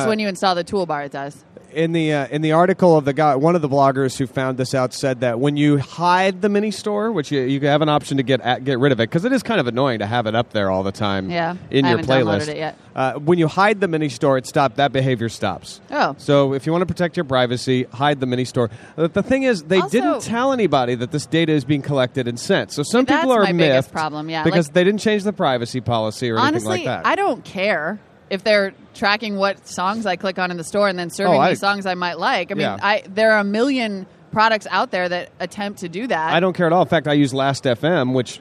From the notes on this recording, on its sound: Live from Macworld